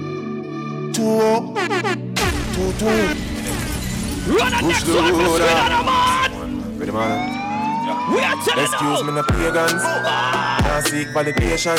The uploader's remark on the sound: REVIVE BRUNCH MIAMI ROSÉ LIVE AUDIO